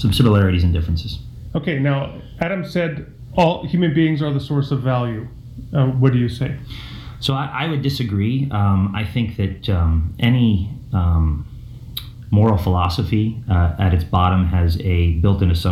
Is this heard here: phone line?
no